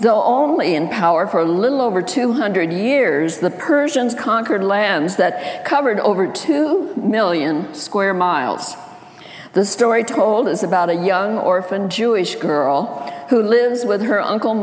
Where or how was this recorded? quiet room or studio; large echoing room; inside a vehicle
large echoing room